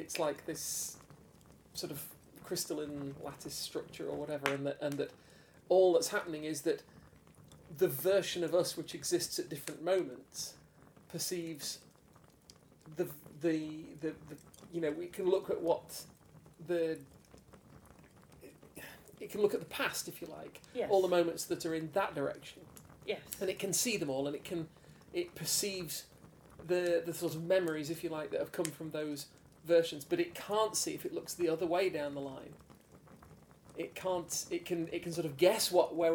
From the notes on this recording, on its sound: Background fire ambience